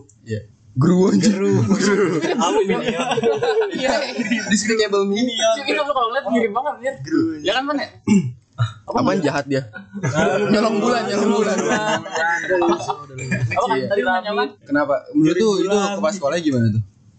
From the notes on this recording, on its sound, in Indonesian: Mic lupa dicolok, lagi